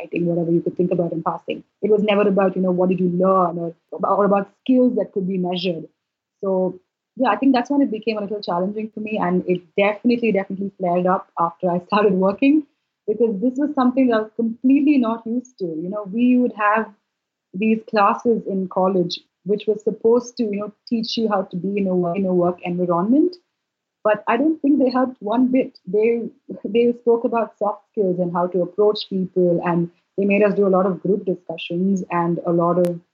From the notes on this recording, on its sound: It’s certainly listenable, but the audio gremlins were definitely out in force on the day that we recorded this podcast episode.